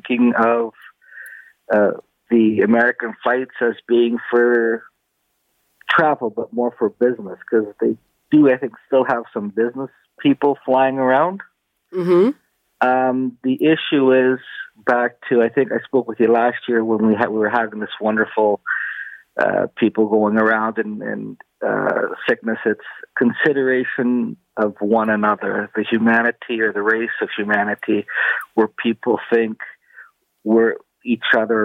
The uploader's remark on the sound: Listeners call in with their opinions on the biggest stories of the week. Zoomer Radio.